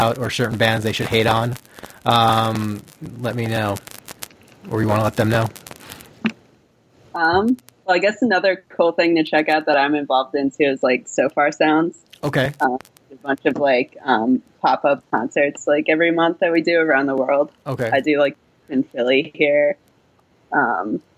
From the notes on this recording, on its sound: Apologies for the audio issues.